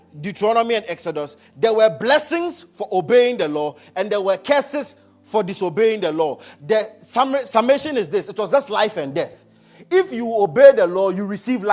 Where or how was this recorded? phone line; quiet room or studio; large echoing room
large echoing room